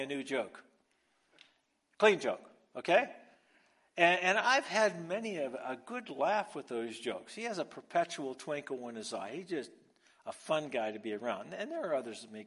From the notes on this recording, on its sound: Recorded live on Sunday, February 5th